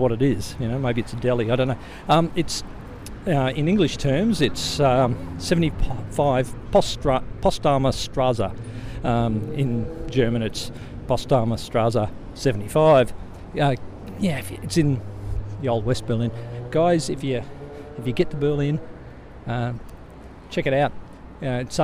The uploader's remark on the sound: Here is another of my personal raves recorded while walking home through Potsdamer Platz.